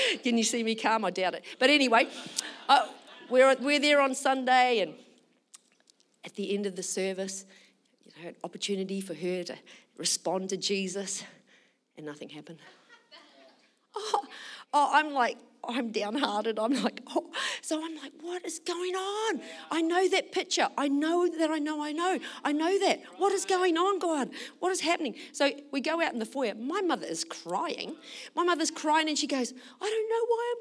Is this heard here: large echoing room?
yes